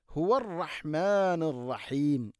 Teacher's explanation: തൊണ്ടയുടെ താഴെ ഭാഗമാണ് ഹുവ